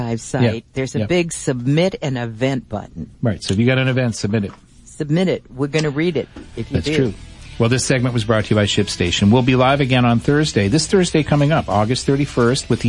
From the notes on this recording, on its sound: Open phones. EBay Radio.